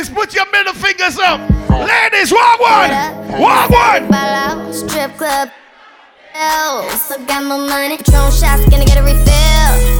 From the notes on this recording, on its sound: Live Inside Club Gym Orange Walk Town June 30th 2018.